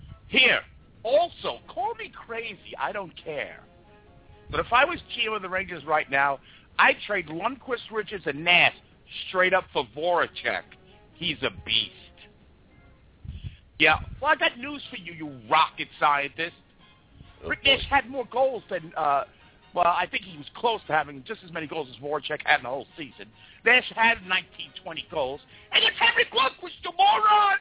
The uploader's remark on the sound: The one true voice of the New York Rangers fan, we take your calls and there is a live chat throughout the show.